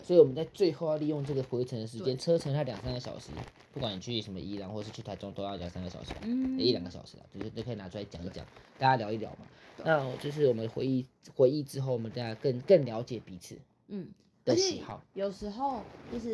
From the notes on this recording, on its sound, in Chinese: 這一次錄音有點雜訊!!!有想辦法除掉。